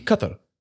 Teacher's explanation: the emphasis is on the first A and not the second A